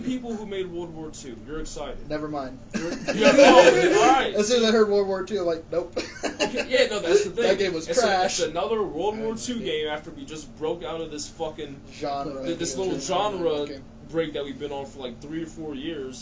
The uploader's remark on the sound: Just a disclaimer the audio might be trash since we recorded it on a PS4 Headset for the microphone.